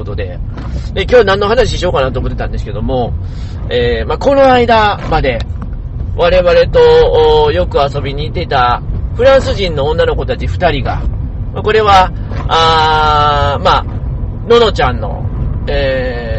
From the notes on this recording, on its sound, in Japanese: 車の中で収録していますので、少々お聞き苦しいところがあります。